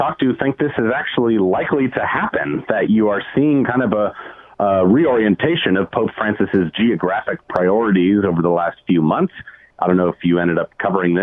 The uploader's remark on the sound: Listeners call